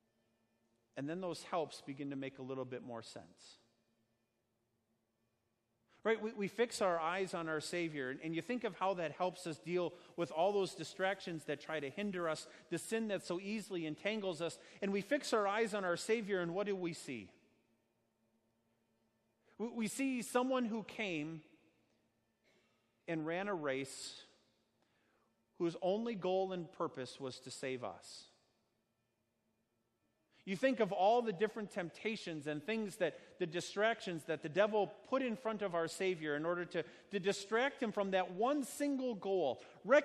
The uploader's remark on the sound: Sermon preached at Our Savior Lutheran Church in Birmingham, AL, on Sunday, August 4th, 2019